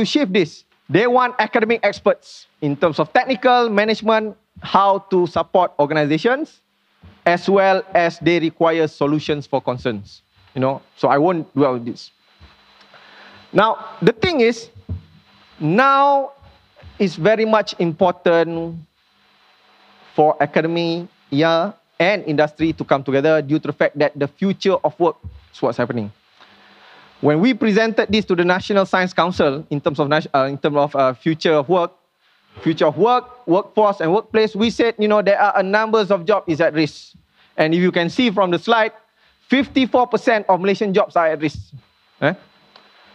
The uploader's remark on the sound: LIVE KEYNOTE. This podcast is recorded during the Symposium on Academia Industry Collaboration organised by SMRI UiTM, MARii and KPM on 24 Sept 2019, in Shah Alam.